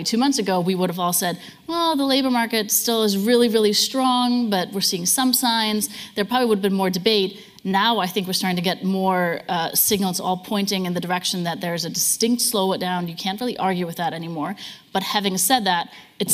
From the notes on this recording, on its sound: Growth Summit 2023: Chief Economists Briefing. This is the full audio of the Chief Economists Briefing session at the Growth Summit.